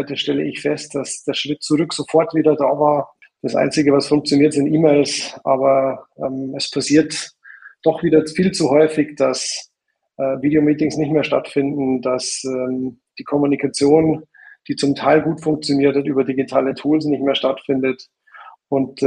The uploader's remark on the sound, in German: Im Rahmen eines LinkedIn Live-Events